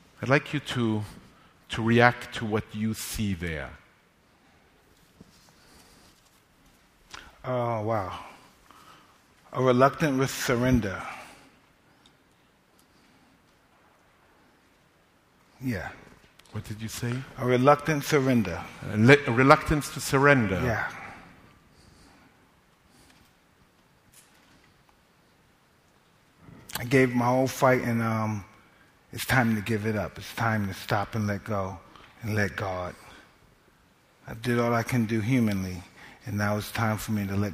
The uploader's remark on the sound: LIVE From the NYPL